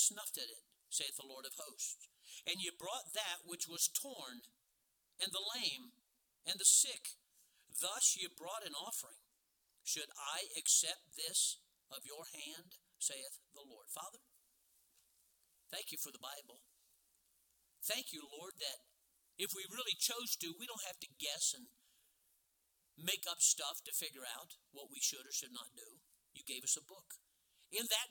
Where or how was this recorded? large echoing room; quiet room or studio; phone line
large echoing room